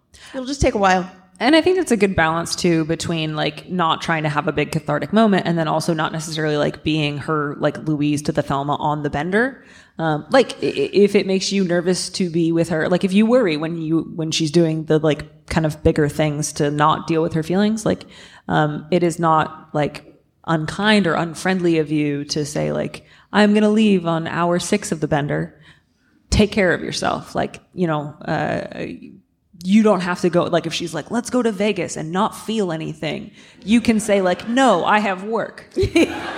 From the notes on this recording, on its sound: Our first live show! Onstage at the Brava Theater in San Francisco. Answer questions from the crowd.